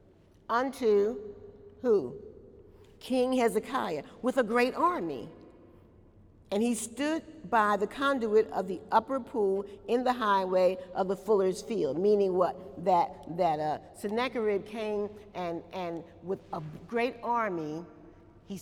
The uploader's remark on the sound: During Wednesday night service on October 7, 2018